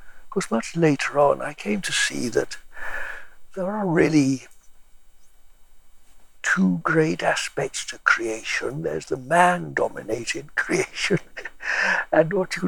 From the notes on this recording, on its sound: Favourite hill just outside Bakewell. This gave us some wind and insect noise so apologies in advance for that.